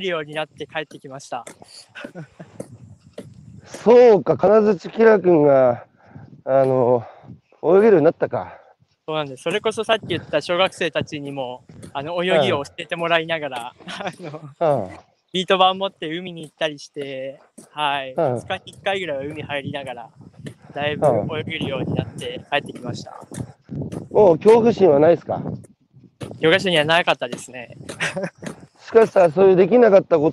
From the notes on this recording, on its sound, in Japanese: 歩きながら1時間、対談する